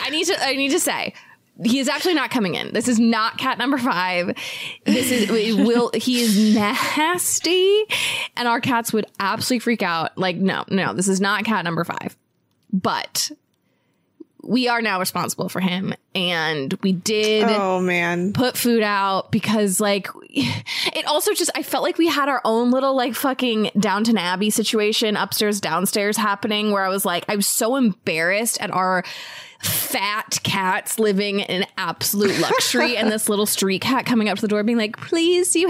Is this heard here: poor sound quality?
no